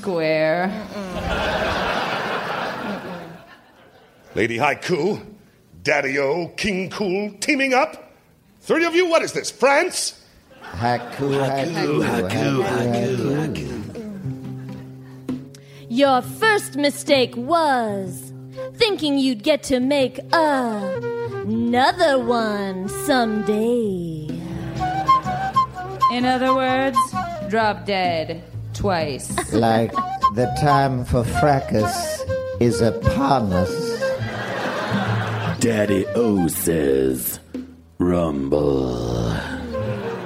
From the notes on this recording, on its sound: Recorded Live 1/22/2011 at San Francisco SketchFest.